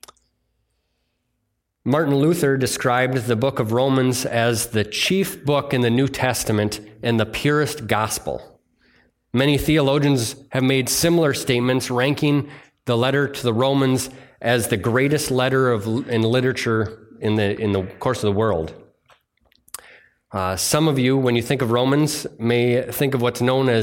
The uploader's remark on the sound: It was delivered on Sunday, July 16th, 2023 at Bible Center Church in Maiden Rock, Wisconsin.